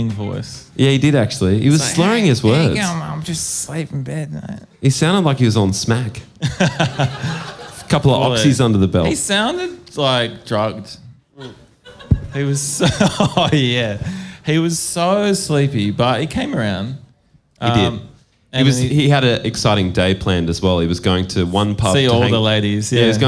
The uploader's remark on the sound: Live at Lulie. We're still live in Naarm.